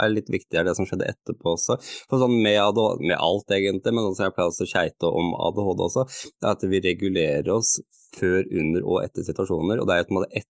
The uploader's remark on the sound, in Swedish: LIVE på Instagram